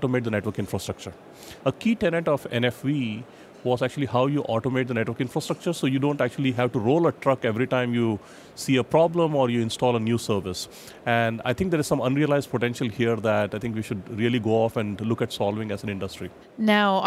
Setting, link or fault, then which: setting, busy venue